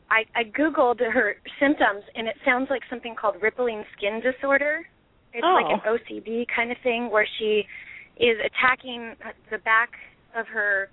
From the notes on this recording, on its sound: open up the lines for listeners to call